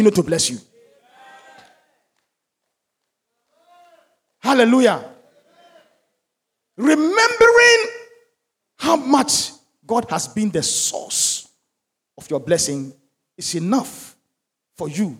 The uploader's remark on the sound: Sermon preached at CBC Shiashie Campus